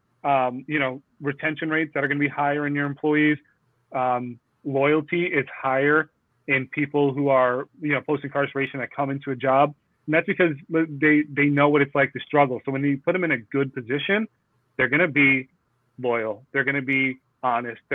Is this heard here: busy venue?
no